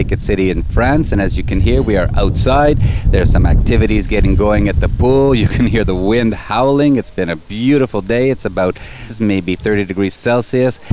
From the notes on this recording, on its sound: On location from the naked city in the south of France, get a firsthand view of swinging in Europe as we broadcast from Hotel Le Jardin d’Eden with SDC’s amazing group of open minded couples from all over the world.